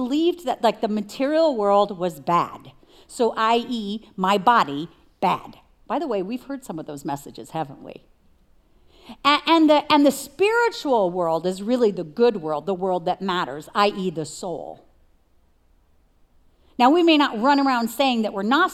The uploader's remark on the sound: Recorded live at CrossWinds Church on September 17th , 2023.